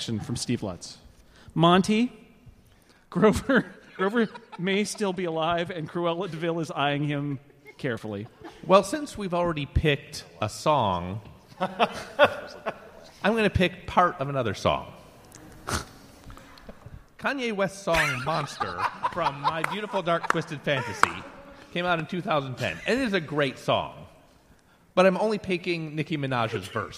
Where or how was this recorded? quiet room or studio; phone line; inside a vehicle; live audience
live audience